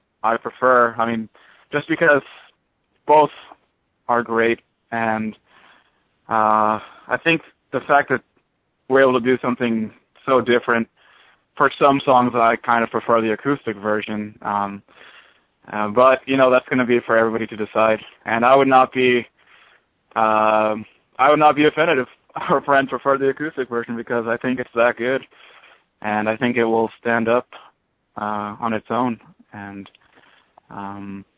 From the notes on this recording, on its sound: on the call in this metal artist interview